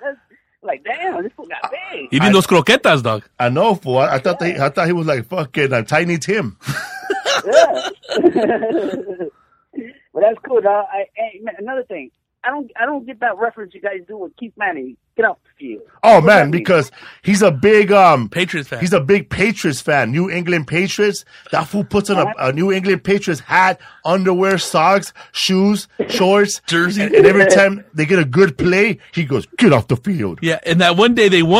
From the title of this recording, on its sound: Call In Show